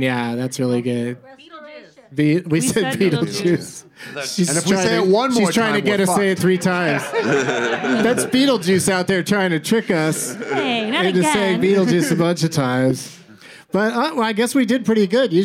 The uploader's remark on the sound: Live from Dynasty Typewriter in Los Angeles.